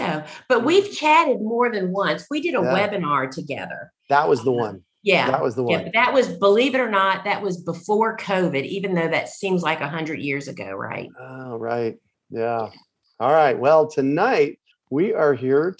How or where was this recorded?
video call